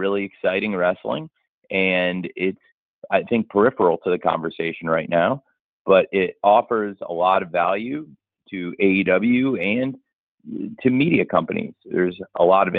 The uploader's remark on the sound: Media Conference Call